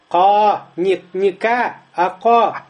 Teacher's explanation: Каф выходит откуда? Мин аксаль лисан. С дальней части языка.